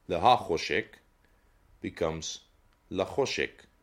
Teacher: it's surrendering its vowel, the ha, is surrendering its vowel to the preposition le